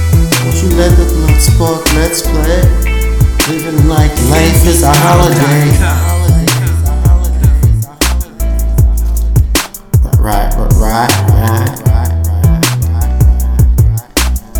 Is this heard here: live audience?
no